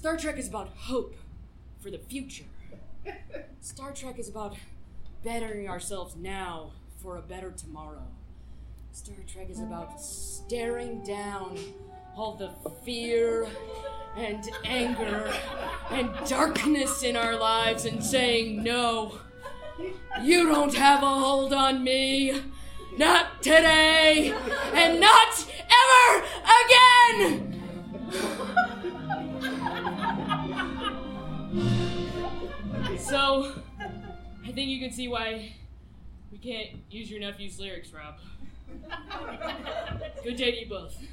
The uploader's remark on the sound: Live at the Voodoo Comedy Playhouse in Denver